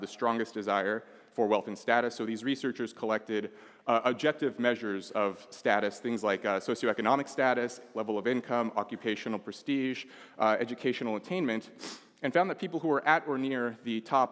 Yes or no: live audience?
yes